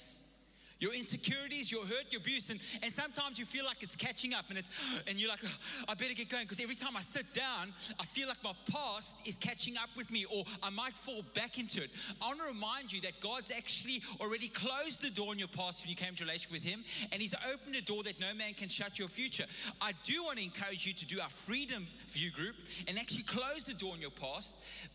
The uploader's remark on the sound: Recorded live on Sunday the 31st October 2021